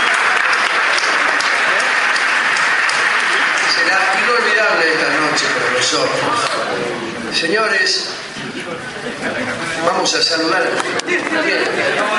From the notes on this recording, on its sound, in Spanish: En el Aula Magna de la sede del Rectorado de la Unicén. Realizó una emisión del programa radial "La Venganza será Terrible", emitida por los micrófonos de Radio Del Plata.